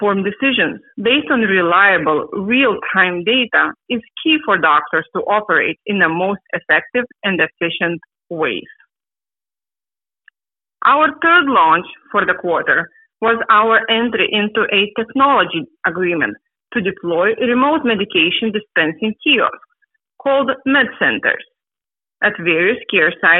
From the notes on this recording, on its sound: Progressive Care Shareholder Conference Call